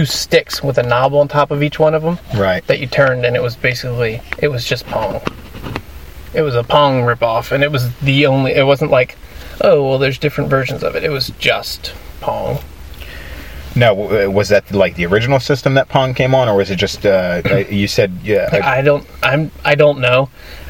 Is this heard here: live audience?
no